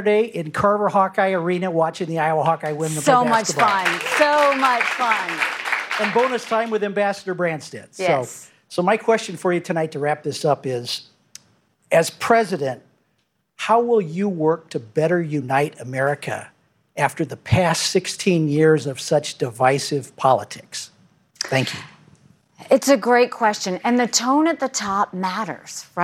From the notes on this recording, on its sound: A live Republican Presidential Town Hall. From Des Moines, Iowa.